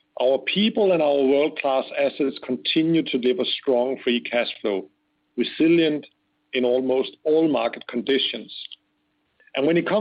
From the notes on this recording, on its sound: conference call